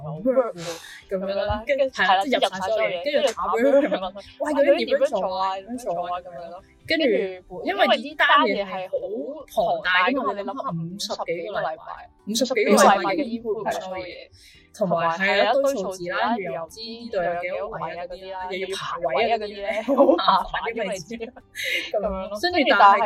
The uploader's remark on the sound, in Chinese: 網上錄製聲音未完善，請多多包涵